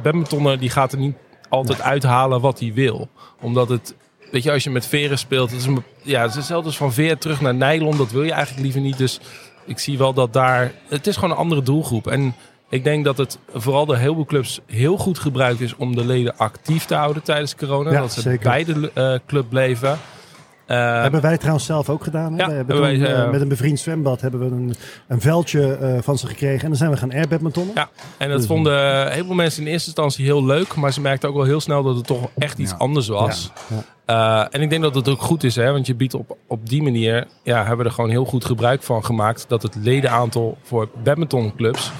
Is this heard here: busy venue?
yes